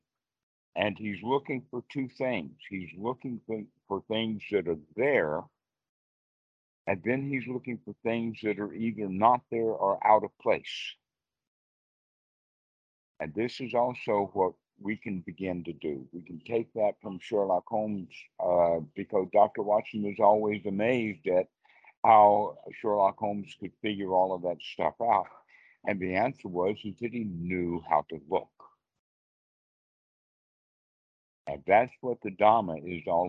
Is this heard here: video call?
yes